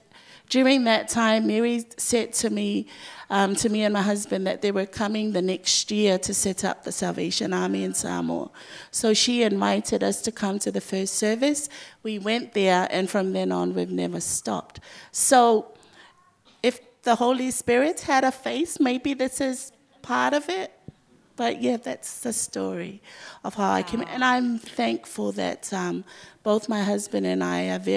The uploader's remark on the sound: Was recorded live. 6. Special: Live at Congress. Recorded live at The Salvation Army's Encounter Congress 2019.